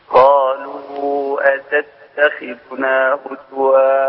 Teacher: الخاء المكسورة بتاخد أدنى درجات تفخيم